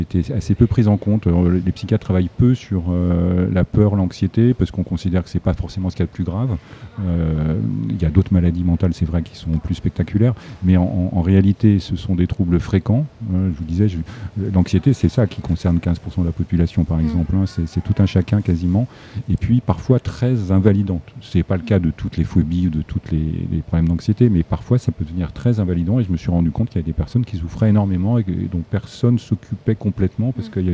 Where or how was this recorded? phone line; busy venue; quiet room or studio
busy venue